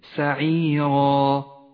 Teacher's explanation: مد العوض في كلمة سعيرا يمد بمقدار حركتين